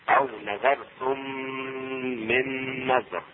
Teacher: الميم الساكنة تدغم في الميم المتحركة ويكونان متماثلين · Term: إدغام متماثلين